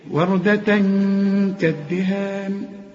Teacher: التاء المربوطة عليها فتحتين، بعدها كاف، الكاف من حروف الإخفاء، اخفهم